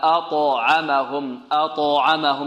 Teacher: والطاء هنا ماذا؟ مفخمة مقلقلة، مفخمة مقلقلة. أطعمهم، أطعمهم، لابد أن نأتي بالقلقلة واضحة.